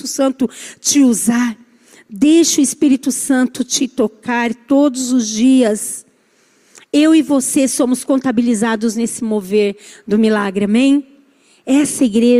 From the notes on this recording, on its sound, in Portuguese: Culto ao vivo